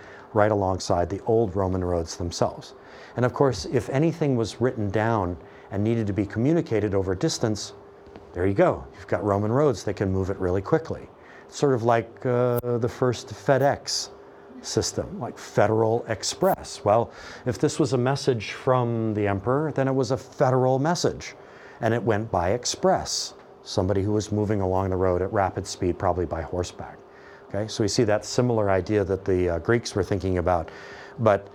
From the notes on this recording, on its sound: This podcast is my lecture on the Romans, for Euro Term One. The sections of this lecture where I showed movie trailers have been edited out to save time and space.